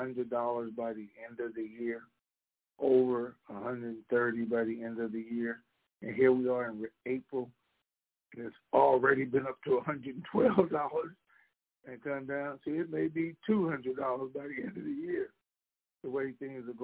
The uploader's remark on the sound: TNTSuperfantastic Conference Call